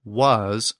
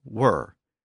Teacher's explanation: One version retains the original sibilant sound, the S or Z sound, and the other reflects the newer R sound which developed within the later Germanic languages. · Term: rhotacism